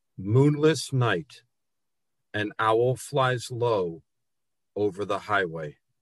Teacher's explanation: The liquid L sounds in moonless, owl, flies, and low serve to soften the poem too. In fact, there is only one hard plosive sound in the entire piece, the T in night. The rest of the phonemes in this poem are soft and luxurious and really serve to emphasize the quiet of the moment. · The long O sounds in moon, owl, low, and over really draw out this poem and echo against each other. The liquid L sounds in moonless, owl, flies, and low serve to soften the poem too. In fact, there is only one hard plosive sound in the entire piece, the T in night.